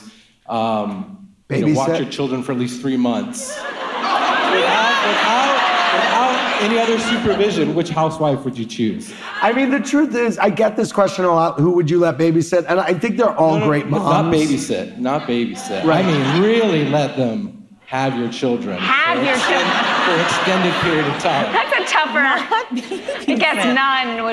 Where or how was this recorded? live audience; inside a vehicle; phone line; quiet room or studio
live audience